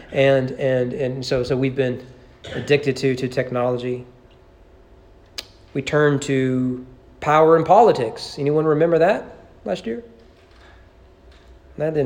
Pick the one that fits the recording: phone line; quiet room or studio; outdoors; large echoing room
large echoing room